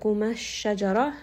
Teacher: sheen here is going to have a shadda, and then ra here is going to be heavy